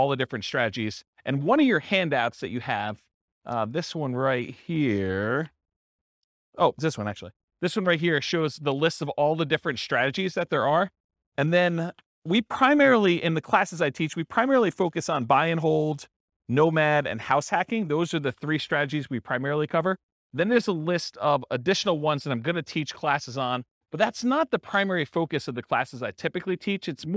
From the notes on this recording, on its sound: This was a live class recorded